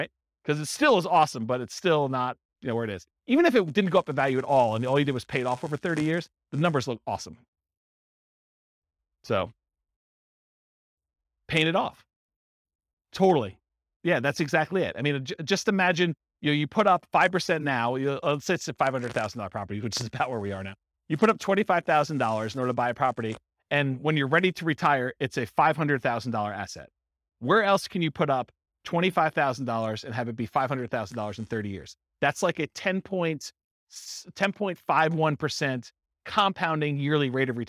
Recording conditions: live audience